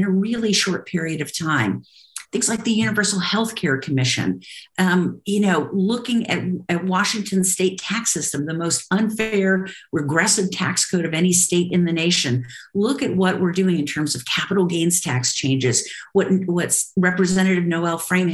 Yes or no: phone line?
no